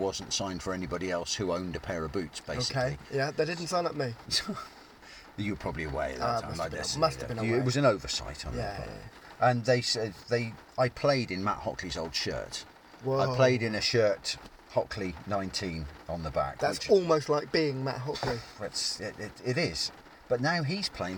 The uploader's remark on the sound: recorded in the rain at Seale Hayne